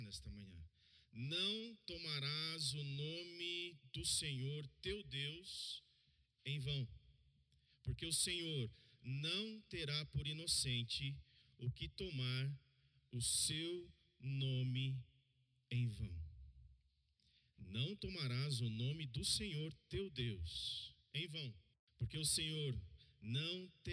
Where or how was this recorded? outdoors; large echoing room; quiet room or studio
large echoing room